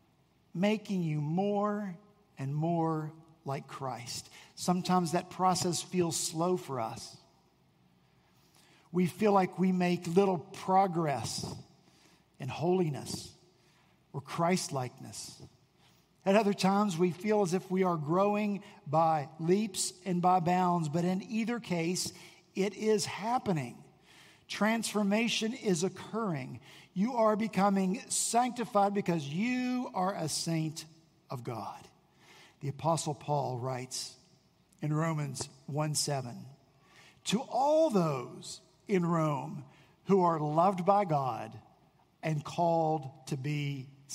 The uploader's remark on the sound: At Redeemer Presbyterian Church in Charleston, SC